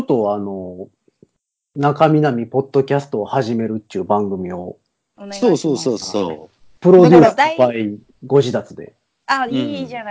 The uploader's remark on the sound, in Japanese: 今回はスカイプで収録。東京、大阪、兵庫全員別の場所での収録です！いつもよりも音質が…っていうのはあるかもしれませんが…